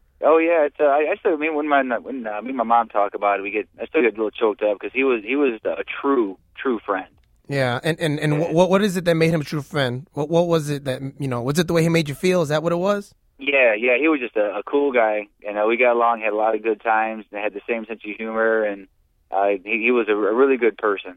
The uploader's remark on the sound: Called in to the studio to talk about friendships.